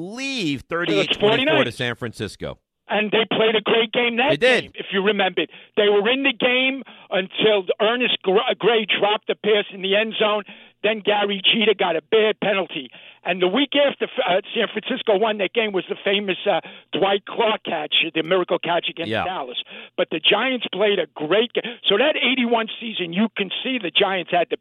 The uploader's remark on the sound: a TON of your calls